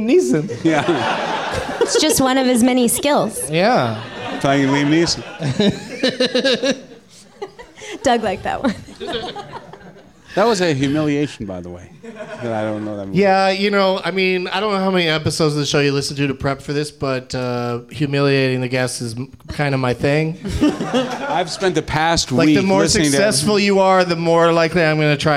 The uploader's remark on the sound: Live from the NerdMelt Showroom in Los Angeles